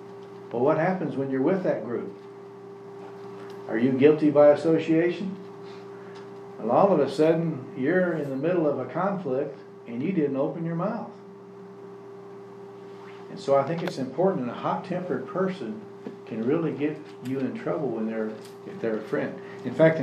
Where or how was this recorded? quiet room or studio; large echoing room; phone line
large echoing room